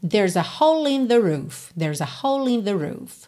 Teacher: Aqui, então, ele juntou o L já na próxima palavra, in.